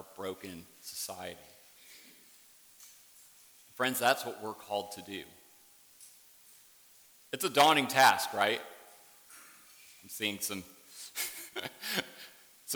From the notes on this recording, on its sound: Worship service at Warrenton Presbyterian Church.